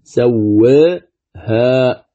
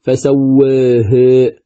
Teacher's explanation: لاحظ أن التقليل يكون قبل الهاء · Shown in: first take